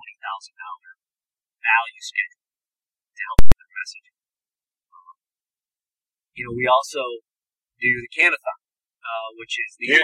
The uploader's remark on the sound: I do apologize for the audio quality. This was recorded pre-Covid in an automobile.